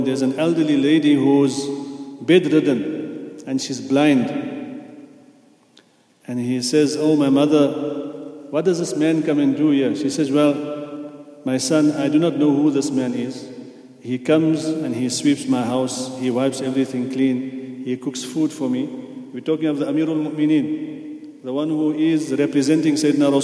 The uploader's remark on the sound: at the Houghton Masjid (West Street)